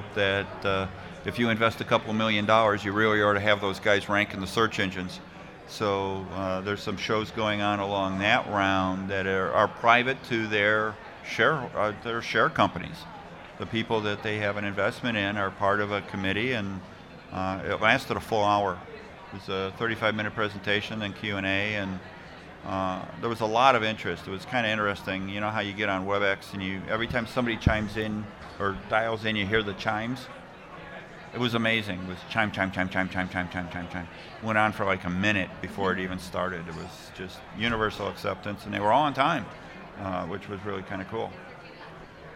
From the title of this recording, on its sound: Live from SES New York 09